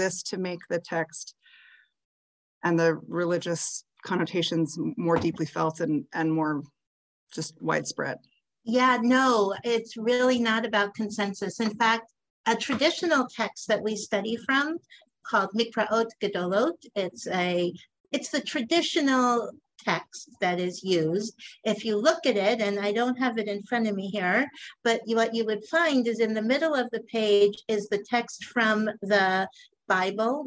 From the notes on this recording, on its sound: a live online conversation and Q&A